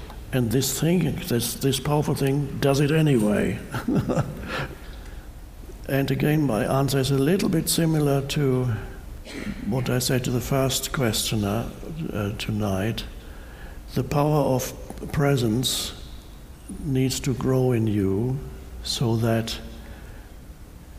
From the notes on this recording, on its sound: answers a variety of questions from a live audience